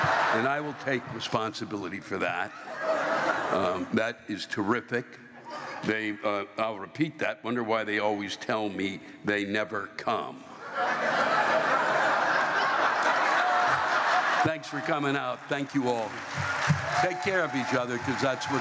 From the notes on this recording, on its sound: The live rants come from this past weekend’s shows. Packard Music Hall in Warren, OH and the Victoria Theatre in Dayton, OH.